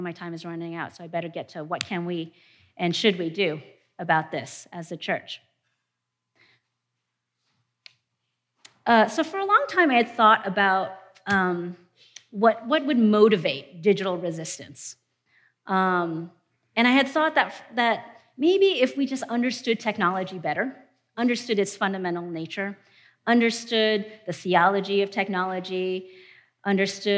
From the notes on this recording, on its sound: presentation from our 2019 conference